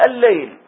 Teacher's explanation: هذه اللام الأولى دخلت في اللام الثانية فذهبت هذه اللام الأولى، فنحن ننطق الآن باللام الثانية مشددة · Term: شمسية